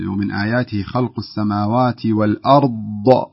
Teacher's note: لاحظت أنك تقلقلين في حرف الضاد إذا وقفتي